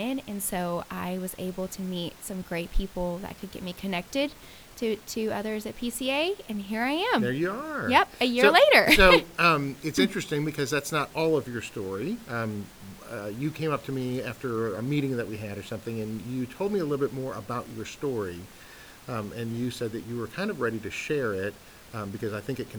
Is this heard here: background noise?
yes